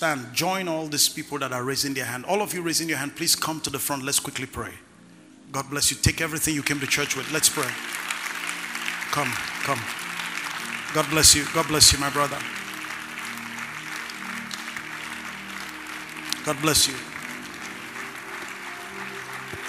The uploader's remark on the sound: ministering during Word Explosion Conference on 18-04-2019